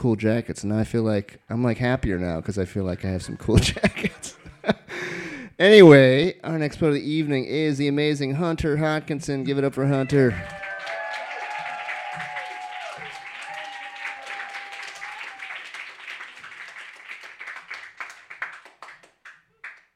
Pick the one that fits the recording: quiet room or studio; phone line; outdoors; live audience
live audience